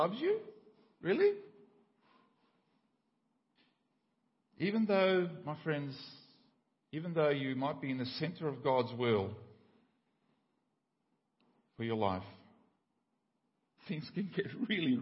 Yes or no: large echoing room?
yes